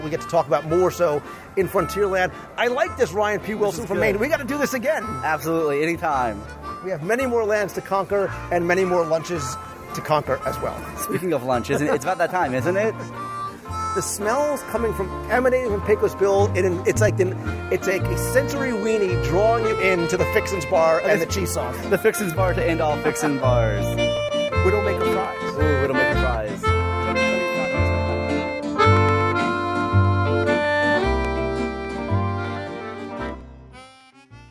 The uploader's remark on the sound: Recorded live in the park. Walt Disney World's Magic Kingdom - Frontierland.